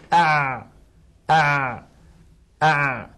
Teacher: نلاحظ أن حرف العين لم ينبتر الصوت عند النطق به كانبتار الباء والقاف، لم ينقطع، ولكنه لم يجري جريان الشين وجريان الثاء